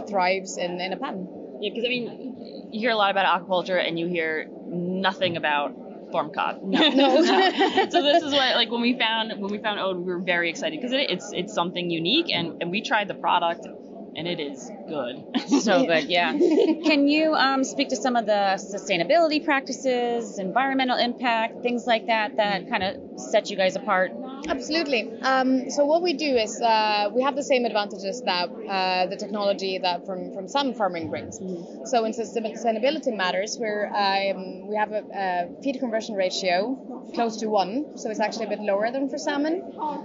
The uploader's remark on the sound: Live From Seafood Expo Global